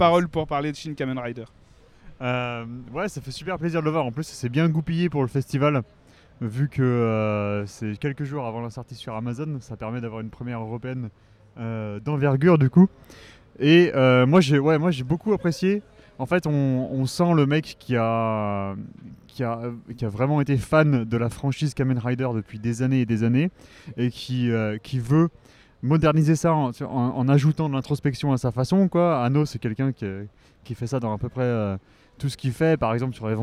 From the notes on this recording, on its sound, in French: Épisode spécial enregistré lors de la 22e édition du NIFFF (Neuchâtel International Fantastic Film Festival).